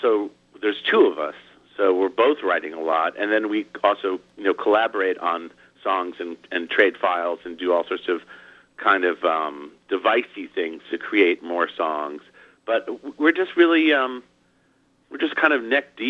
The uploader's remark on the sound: called in for a chat